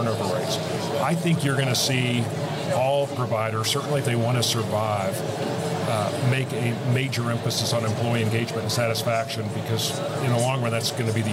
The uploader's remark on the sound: Recorded live at the AHCA/NCAL Conference earlier this month.